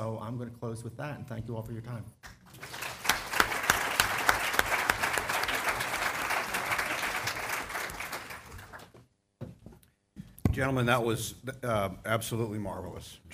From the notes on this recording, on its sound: General Session 3 of the 40th NAATP Anniversary Conference of the National Association of Addiction Treatment Providers (NAATP) at the Interlocken Resort in Denver Colorado.